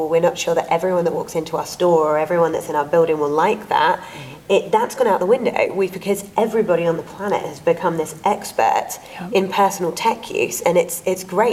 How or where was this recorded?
busy venue